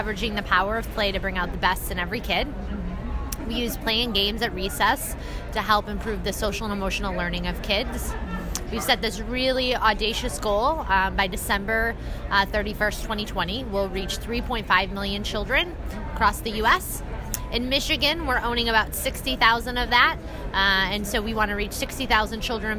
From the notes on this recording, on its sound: Our Common Future conference was held in Detroit, Michigan at the end of October 2017. Our Bonfires team was invited to podcast from the Our Common Futures conference which was held in Detroit at the end of October 2017.